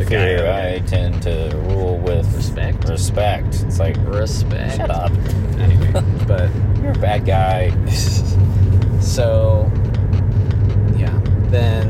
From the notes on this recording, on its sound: It was recorded using our phones so please excuse the poor sound quality.